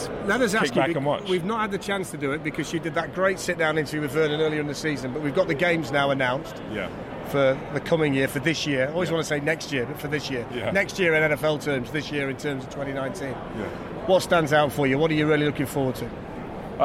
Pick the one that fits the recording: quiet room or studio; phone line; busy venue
busy venue